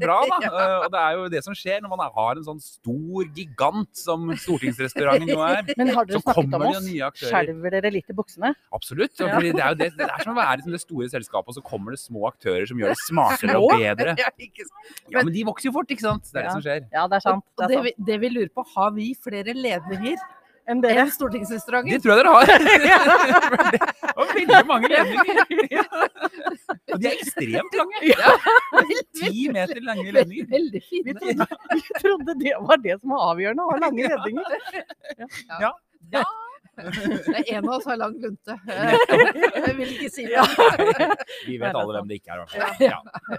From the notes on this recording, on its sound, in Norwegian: Vi er live fra Høyres Landsmøte 2022 på Gardemoen!